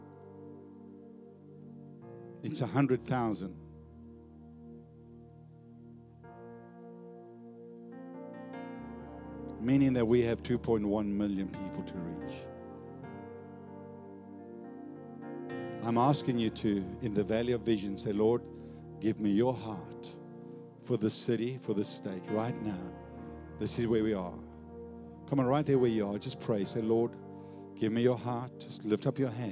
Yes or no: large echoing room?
yes